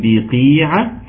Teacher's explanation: القاف في أدنى درجات التفخيم